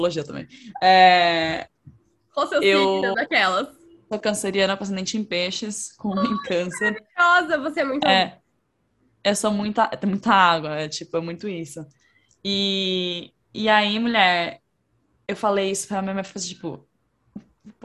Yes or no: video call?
yes